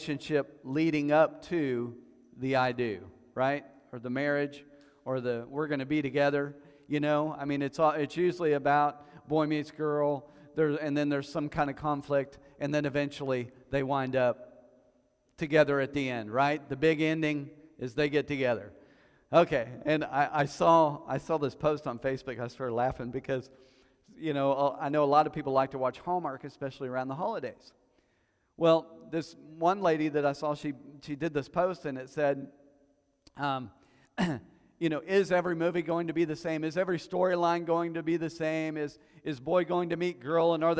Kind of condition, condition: setting, large echoing room